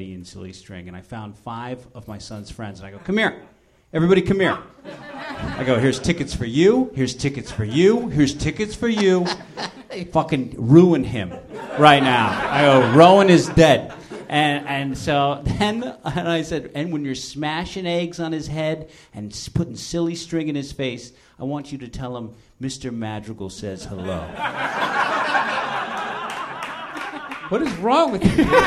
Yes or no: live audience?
yes